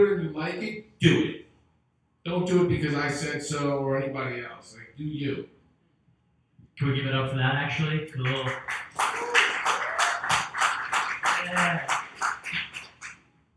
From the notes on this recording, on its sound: This episode we had some audio issues.